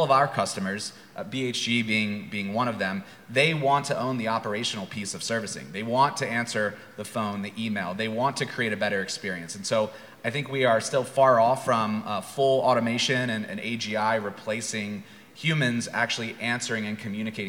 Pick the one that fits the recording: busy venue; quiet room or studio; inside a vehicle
busy venue